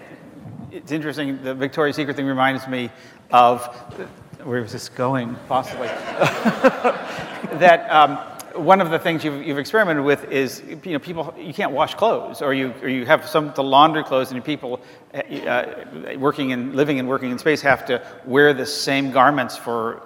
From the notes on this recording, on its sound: The best of live interviews from GreenBiz events.